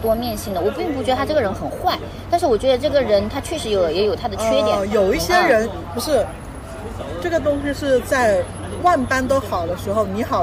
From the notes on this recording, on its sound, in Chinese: 室外录音，尝试降噪后声音古怪，保留了咖啡店杂音。